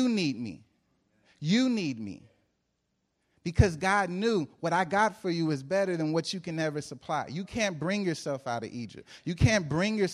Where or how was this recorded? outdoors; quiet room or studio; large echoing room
large echoing room